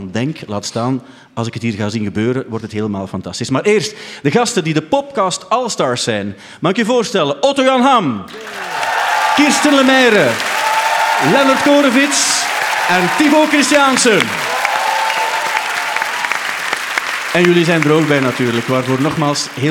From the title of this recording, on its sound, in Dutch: De Popcast van het jaar live in AB